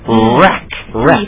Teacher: It's spelled with a W, but we don't pronounce the W. We just pronounce the R.